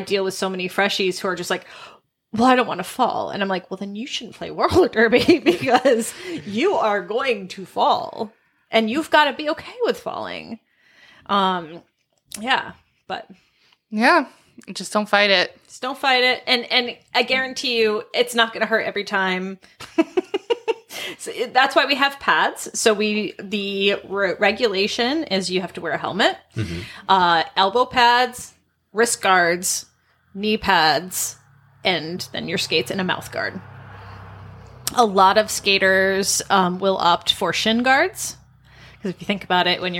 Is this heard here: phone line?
no